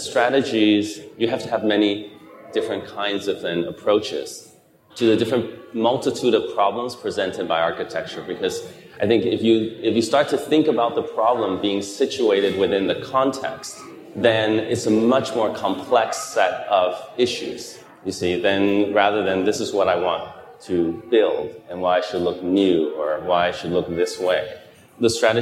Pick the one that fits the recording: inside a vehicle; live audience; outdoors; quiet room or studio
live audience